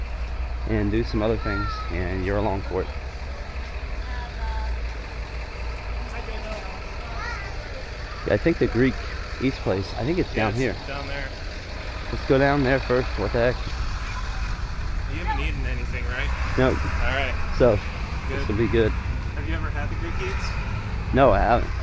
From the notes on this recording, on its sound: Granville, Ohio- live walk through. This week's show is the main audio feature so headphones are recommended!